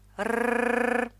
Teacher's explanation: Звук «р» продолжаем произносить длиннее обычного. Слог со звуком «р» при необходимости можно произносить после небольшой паузы, чтобы язык успел подняться к небу.